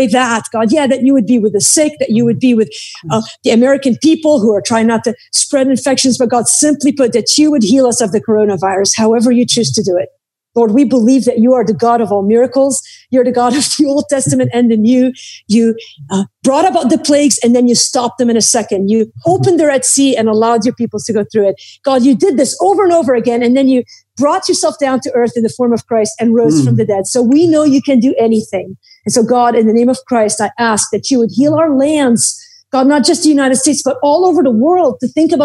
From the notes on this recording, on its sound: Like many of you I’m sheltering in place. Instead of recording at our studios at Salem Radio, we’re recording this podcast through Zoom. I believe the sound quality is still good, but perhaps not as good as it is normally.